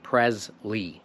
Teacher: Tak jak …. I słyszę, że zmieniamy to S na Z.